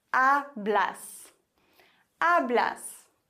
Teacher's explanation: da haben wir ein Wort, das auf S endet und dann wird die vorletzte Silbe betont